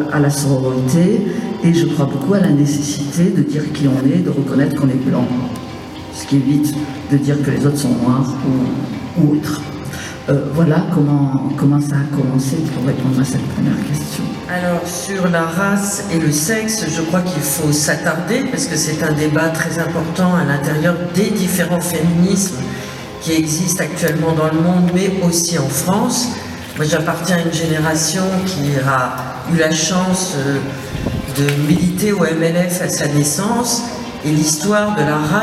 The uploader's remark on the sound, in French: Suite de l'enregistrement réalisé à la Maison de Jean Vilar au Festivale de Avignon 2022.